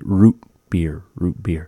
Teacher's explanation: how we have this glottal stop in the word root beer. In that we don't actually say the T sound. We don't really pronounce it as T.